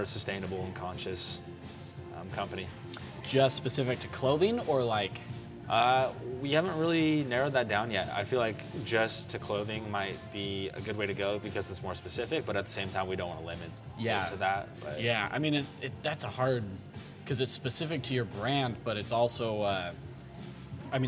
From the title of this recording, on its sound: Recorded on 2-25-2020 at The Public House